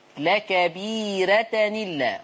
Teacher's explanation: رقق الراء طالما أن قبلها ياء في ورش